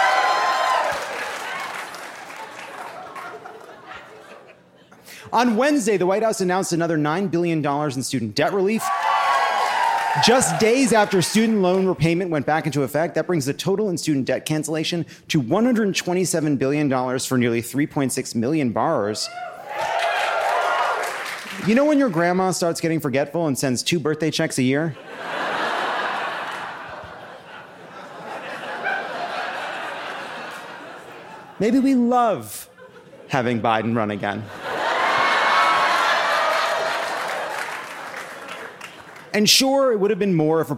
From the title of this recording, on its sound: Live from Asheville!